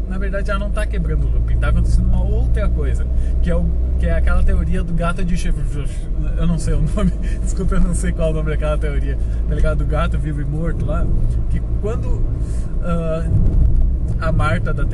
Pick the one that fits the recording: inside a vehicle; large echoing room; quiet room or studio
inside a vehicle